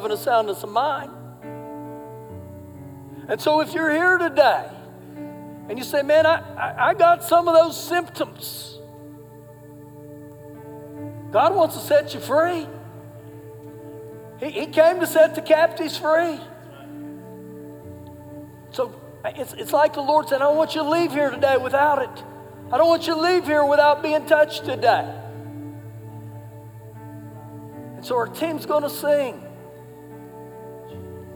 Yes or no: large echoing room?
yes